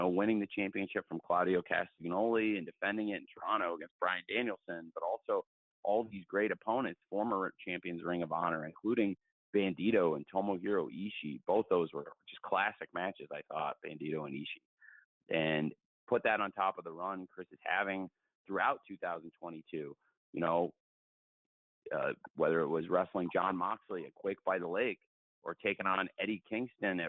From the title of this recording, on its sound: ROH Final Battle Media Conference Call